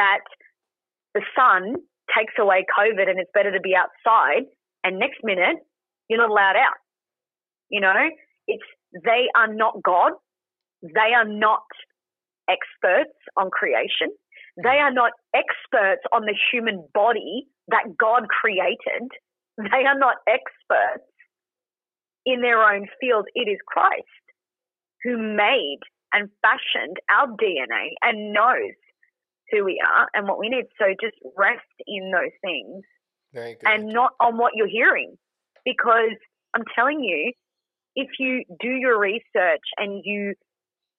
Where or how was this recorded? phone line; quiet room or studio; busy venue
phone line